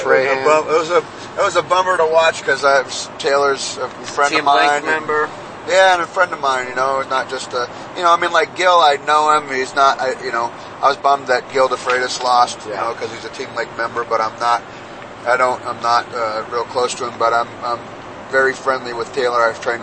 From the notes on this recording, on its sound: This supplementary podcast was compiled of audio recorded on the ride to, at, and ride home from CES MMA 32. This CES event was the first event we covered live in an "official press" capacity.